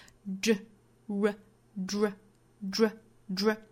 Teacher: d, r,这两个音应该连在一起发一个 dr,这个音不是汉语里面的这个 z 的音